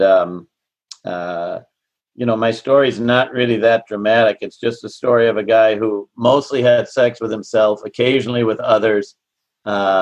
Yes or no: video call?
yes